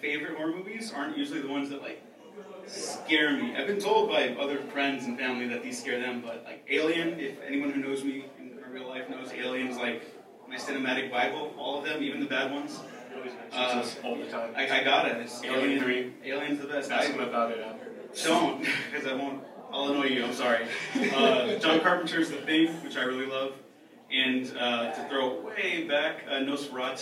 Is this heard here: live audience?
yes